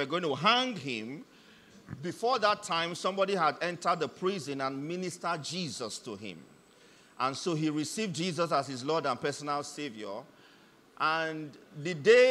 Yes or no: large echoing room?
yes